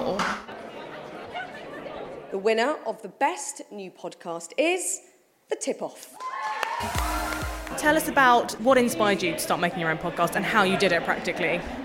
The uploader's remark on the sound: Were live at Saturday's British Podcast Awards in London, talking to the winners and audio industry execs.